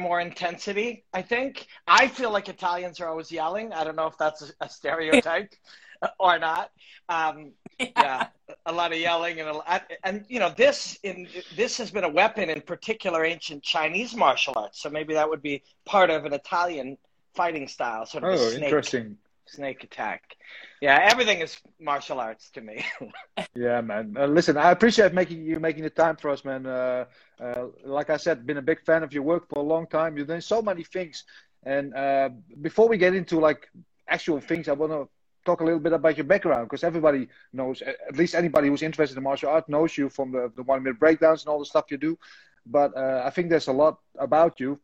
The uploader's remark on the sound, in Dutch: Dit gesprek was eerder live op Instagram en nu dus ook hier als audio te beluisteren